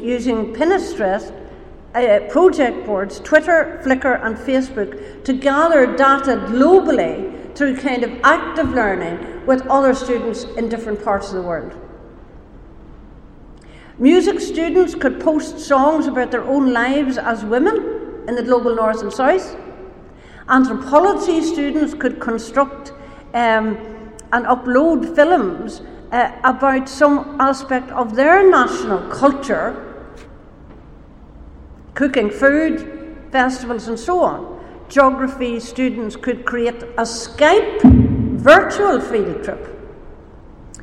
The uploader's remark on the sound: Speaks at SRHE Digital University Network Event - The Digital University, Social Justice and the public good.